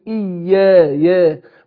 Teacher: احنا قلنا ان الالف تتبع ما قبلها تفخيما وترقيقا، الياء مرققه، يبقى انا ارقق الالف بعدها